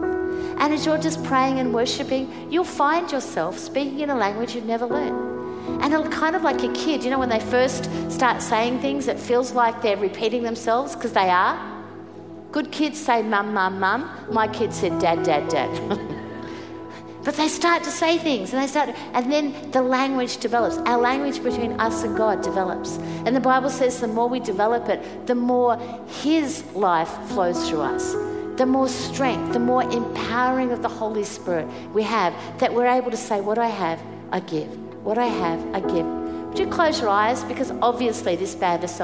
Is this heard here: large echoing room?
yes